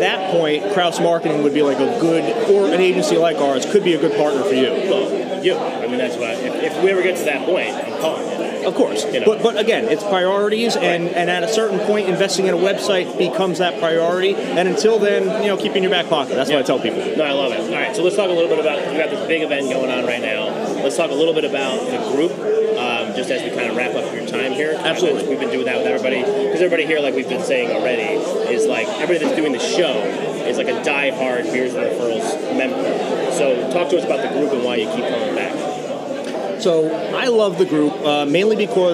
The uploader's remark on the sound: The Morning Spotlight podcast records live from the Beers and Referrals Networking Palooza on August 4th 2021. The event was held at HOPS Craft Beer and Wine Bar in Morristown, NJ.